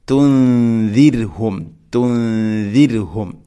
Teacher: ഇഖ്ഫാഉം ബിഗുന്ന തുൻദിർഹും പ്രത്യേകം ശ്രദ്ധിക്കേണ്ടത്, ധാരാളം ആളുകൾ ഇവിടെ റായിനെ കനപ്പിക്കുകയാണ് ചെയ്യുക. തുൻദിർഹും, തുൻദിർ അല്ല, റായിനെ തർഖീഖ് ചെയ്യണം, നേർപ്പിക്കുകയാണ് വേണ്ടത്. തുൻദിർഹും, തുൻദിർഹും ഇങ്ങനെയാണ് ഓതേണ്ടത്.